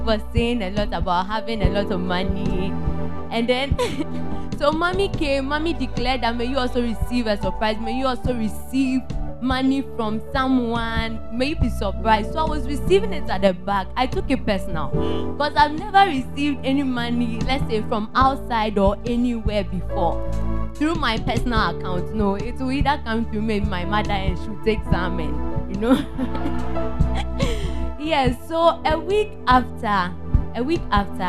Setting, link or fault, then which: setting, large echoing room